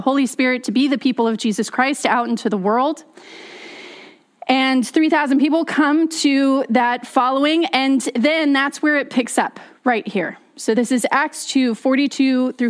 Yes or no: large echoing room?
yes